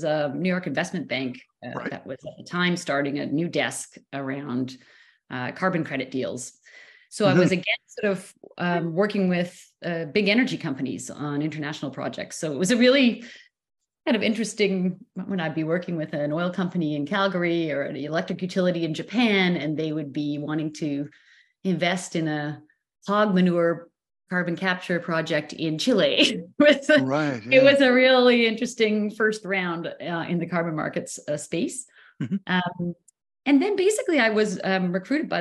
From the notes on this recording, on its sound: On Zoom.